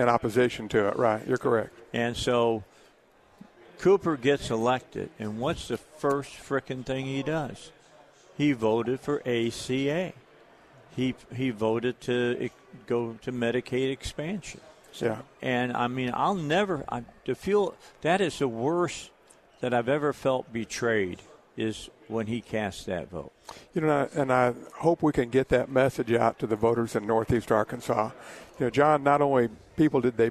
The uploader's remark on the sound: Live at the State Capitol for Filing Day!